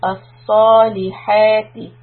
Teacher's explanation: Sod is heavy. Raise the back of the tongue. الصَّالِحَاتِ For letter Sod, remember that we should not be rounding the lips. · For letter Sod, remember that we should not be rounding the lips. Just raising the back of the tongue.